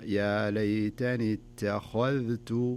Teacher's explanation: ترقيق التاء والذال وتفخيم الخاء، يعني ما يصلح اقول ليتني اتخذت او ليتني اتخذت، يعني تفخمها كلها وترققها.